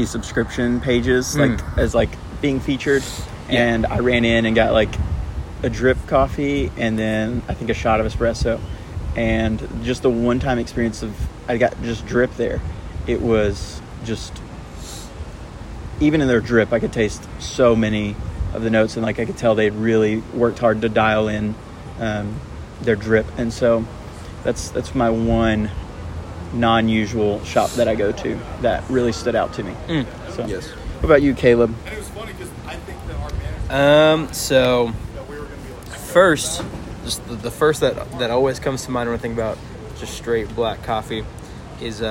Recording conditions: background noise